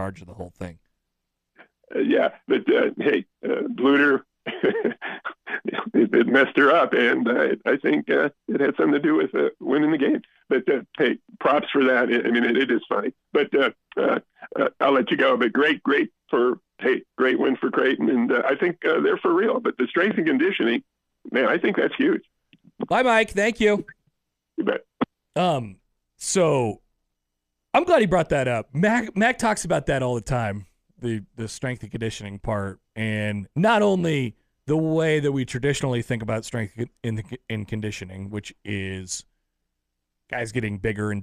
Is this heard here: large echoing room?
no